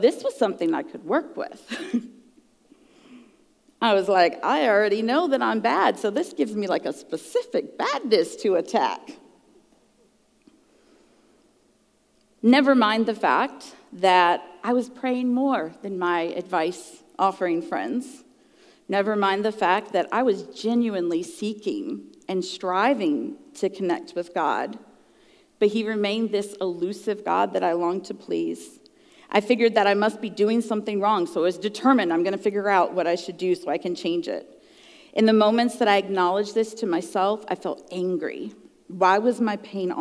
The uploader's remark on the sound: at the June icuTalks live event.